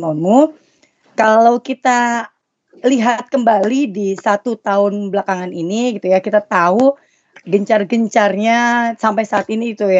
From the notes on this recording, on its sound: Audio : WEBINAR.